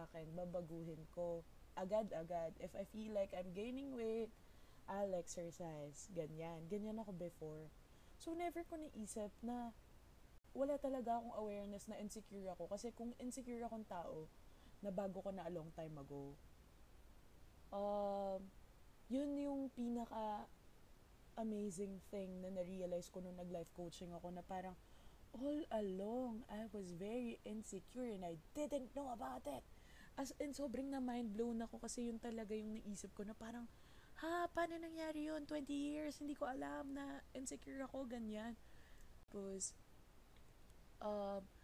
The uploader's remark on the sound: I realized that the audio was weak when I was already done editing so there is no going back now.